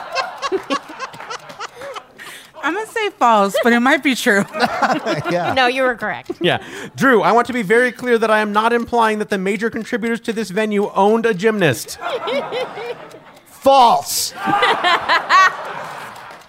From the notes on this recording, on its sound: Brand new live-audience episode of Go Fact Yourself. This episode was produced in conjunction with KPCC and recorded live at the Crawford Family Forum in Pasadena.